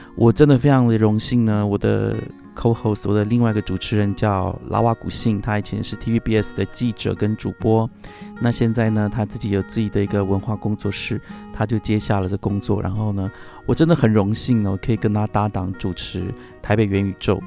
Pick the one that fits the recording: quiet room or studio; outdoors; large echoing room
outdoors